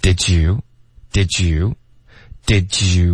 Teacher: 他说的就是 did you, OK?我们用那个 j 的一个音了